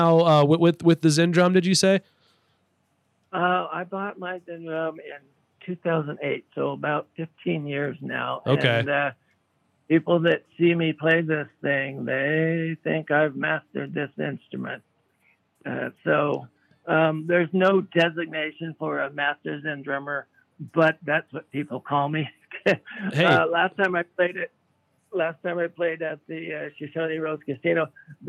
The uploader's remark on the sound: chatted with us on the phone